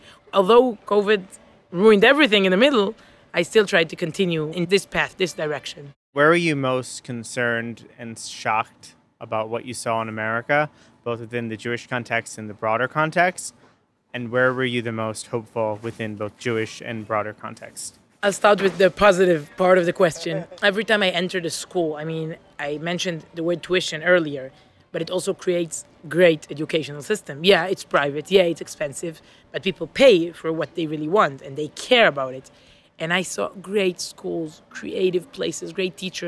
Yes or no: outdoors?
yes